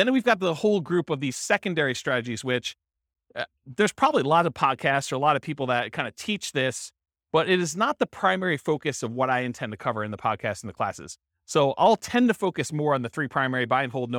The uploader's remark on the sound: This was a live class recorded